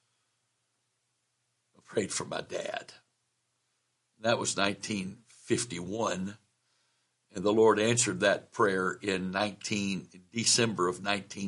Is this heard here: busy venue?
no